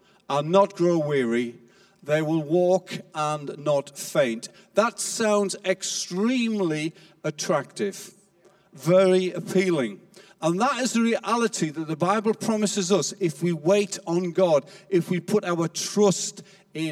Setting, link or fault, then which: setting, live audience